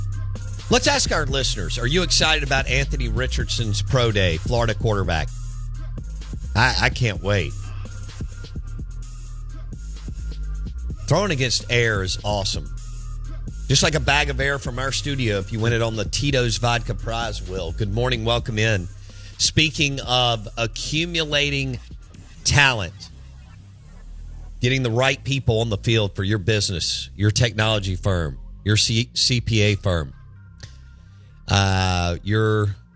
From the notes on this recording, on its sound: joins the show on the Farm Bureau guest line